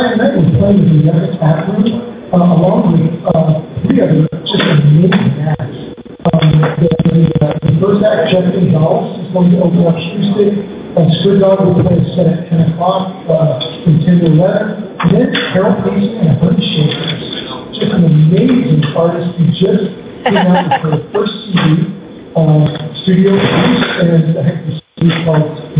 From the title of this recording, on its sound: LIVE from LepreCon